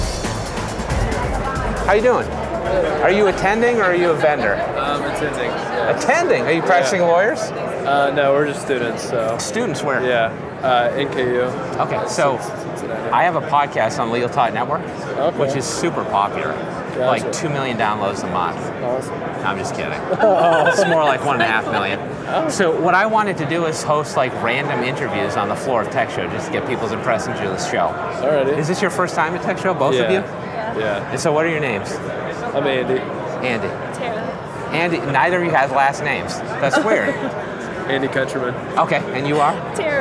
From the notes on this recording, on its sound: Interviews from the TECHSHOW Floor. Let him wander around ABA TECHSHOW, you’re bound to get off the cuff conversations, intriguing guests, and only a couple awkward silences.